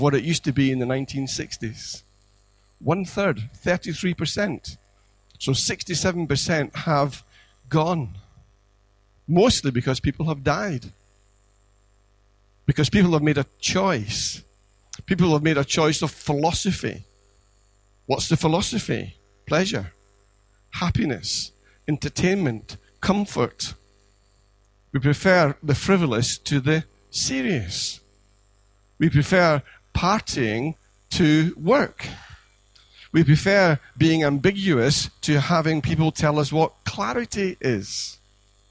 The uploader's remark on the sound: Recorded at freedomcentre church, Preston on Sunday 28th May 2017